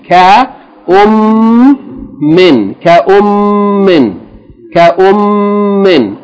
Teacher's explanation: Hold the shadda. The meme has a shadda. That means you have to pronounce two memes.